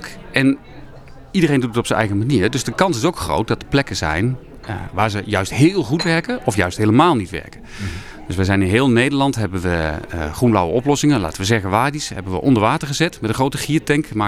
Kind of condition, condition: setting, busy venue